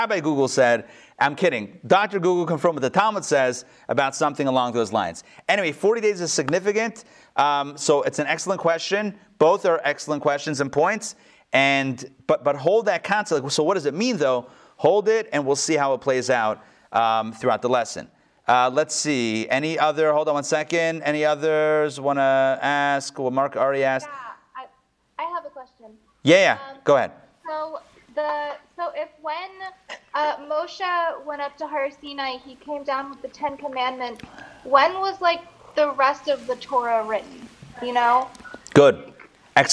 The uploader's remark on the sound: Recorded live in Atlanta on November 24, 2020.